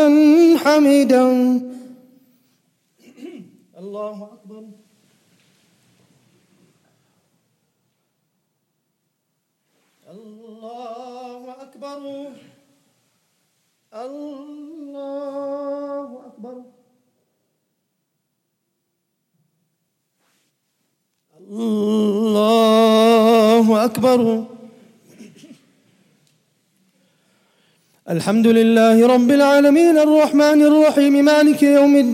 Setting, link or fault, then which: setting, large echoing room